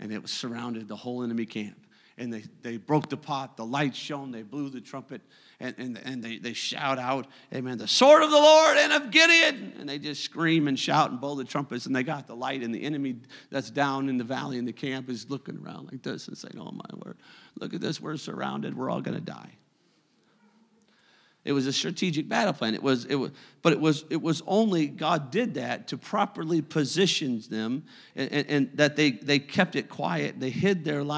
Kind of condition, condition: setting, large echoing room